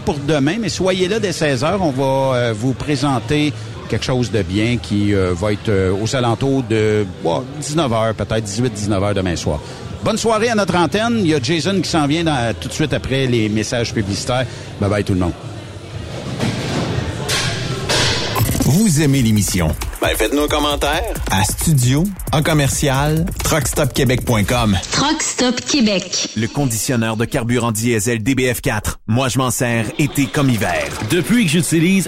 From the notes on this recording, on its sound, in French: En direct de chez ISAAC Instruments pour la conférence des utilisateurs